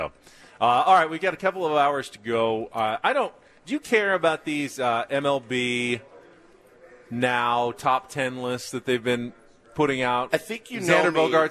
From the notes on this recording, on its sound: Day 2 from Padres Fantasy Camp in Peoria, Arizona